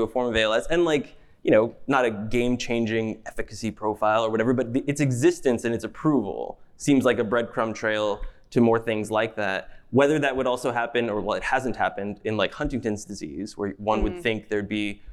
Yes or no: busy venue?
yes